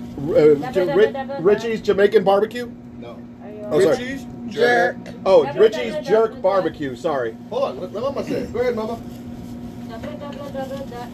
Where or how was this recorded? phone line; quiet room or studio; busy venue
busy venue